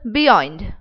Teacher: A foot of two syllables, of which the first is unstressed and the second stressed. · Term: Iambic